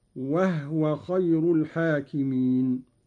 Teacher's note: قرأ قالون بإسكان الهاء تخفيفا